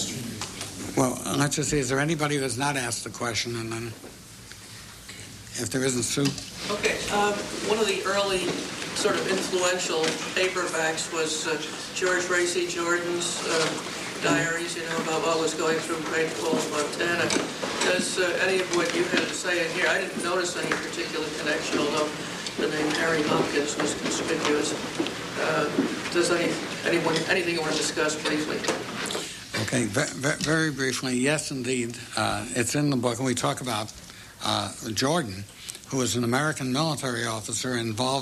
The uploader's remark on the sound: He also answered questions from the audience.